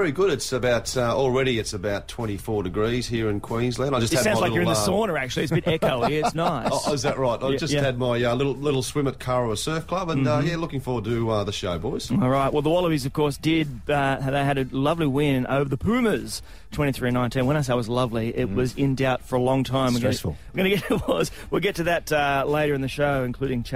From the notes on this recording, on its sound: is on the phone